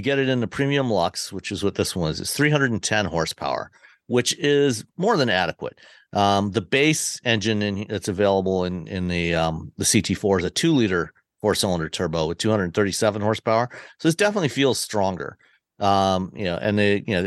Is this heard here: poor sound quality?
no